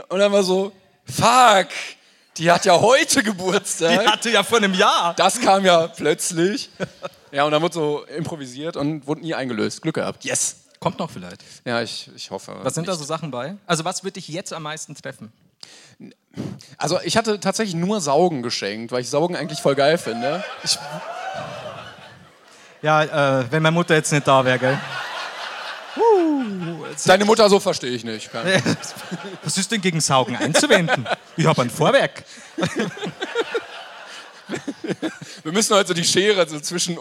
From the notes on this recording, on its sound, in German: Live aus dem Schlachthof in München.